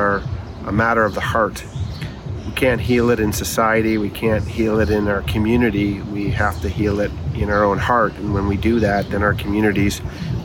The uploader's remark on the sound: Please overlook the rawness of this episode I recorded on my iPhone out front of the MLK National Parks Museum in Atlanta.